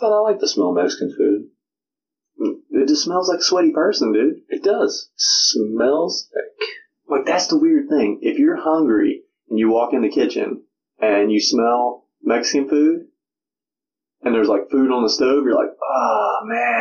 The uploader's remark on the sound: FYI - The audio in this episode sucks. Tried something and it did not work.